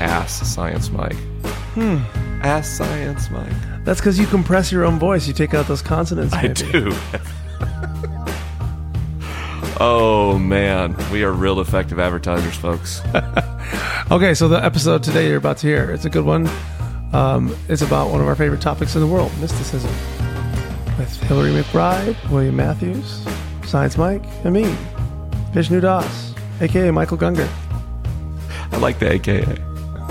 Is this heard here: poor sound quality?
no